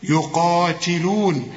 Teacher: التاء لازم تاخد بالك انها مكسورة وطلعها رقيقة. يقاتلون في سبيله، كل الكلمة مرققة.